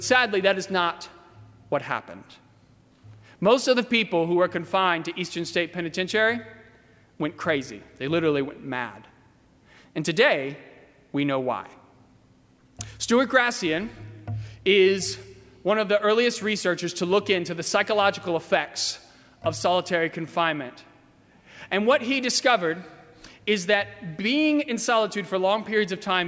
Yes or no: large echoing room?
yes